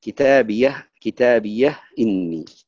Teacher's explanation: إبقاء الهاء ساكنة خلاص بدون نقل · Term: الإسكان